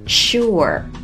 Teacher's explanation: 注意 sure 的儿化音